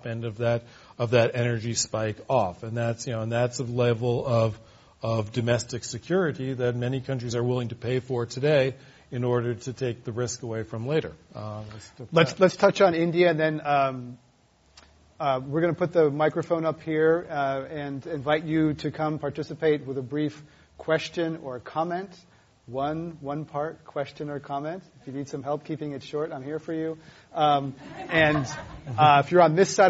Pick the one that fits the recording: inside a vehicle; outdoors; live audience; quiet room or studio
live audience